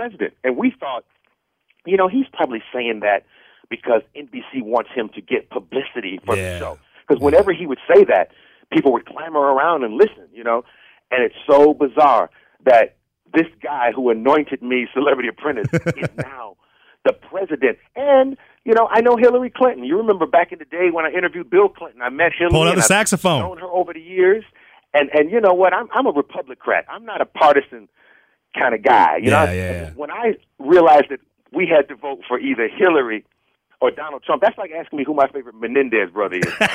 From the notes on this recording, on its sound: Called into Comedy 1031.